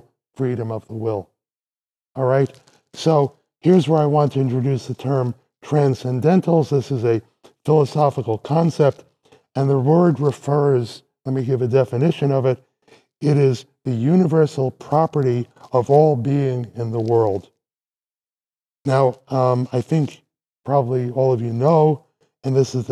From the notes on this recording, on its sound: This lecture was given on March 8th, 2023 at Vanderbilt University.